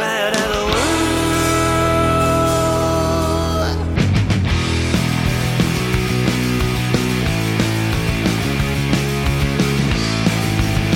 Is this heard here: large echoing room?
no